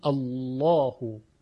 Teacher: مثلا وقتی میگوییم الله، لام غلیظ ادا میشه · Term: تفخیم لام